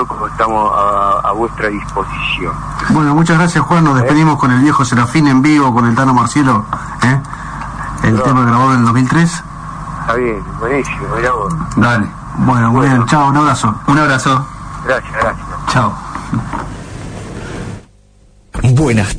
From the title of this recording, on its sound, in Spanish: Nota telefónica